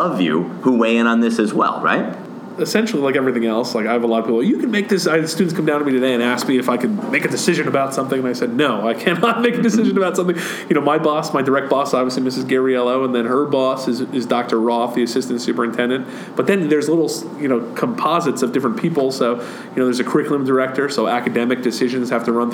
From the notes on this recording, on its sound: we take our mics to MiniTHON